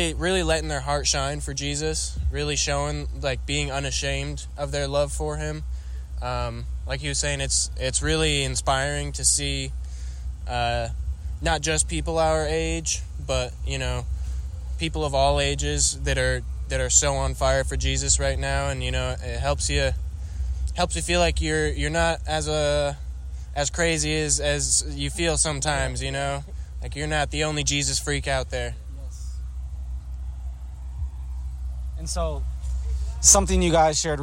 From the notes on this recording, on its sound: Live from Revive Cedar Rapids. This episode of The Elim Podcast is brought to you straight in the heart of Cedar Rapids. This recap is literally live immediately after the time of worship wrapped up at Revive CR, where we had the opportunity to hear the hearts of a few friends and family members at The Well.